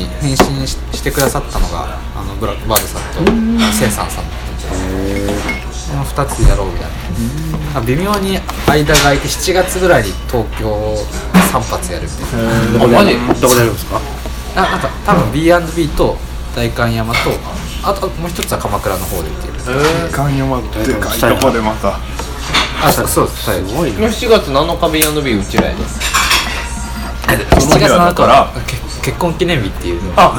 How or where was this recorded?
busy venue